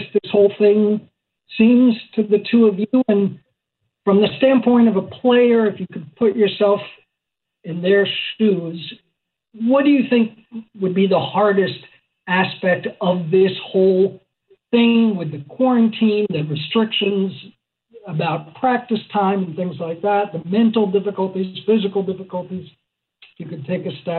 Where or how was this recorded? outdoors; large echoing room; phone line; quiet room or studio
phone line